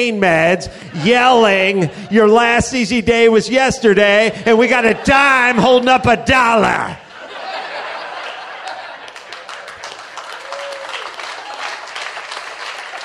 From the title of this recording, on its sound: Live from the Houston Improv